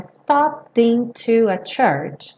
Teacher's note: esses E's dos verbos regulares no passado não são pronunciados